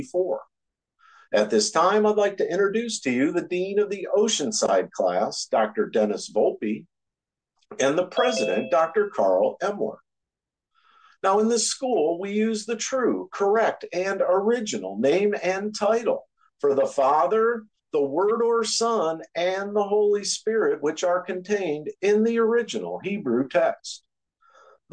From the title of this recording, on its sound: Oceanside Zoom Class